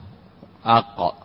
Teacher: أقصى اللسان مما يلي الحلق وما يحاذيه من الحنك الأعلى من منبت اللهاه، وهي اللحمة المشرفة على الحلق، وهو مخرج القاف.